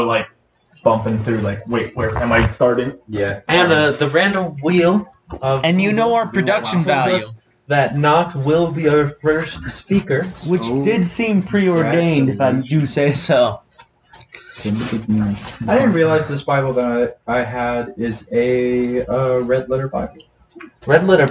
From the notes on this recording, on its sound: Selects the wrong recording settings and just happens to accidentally make our intro to the book of John sound awful.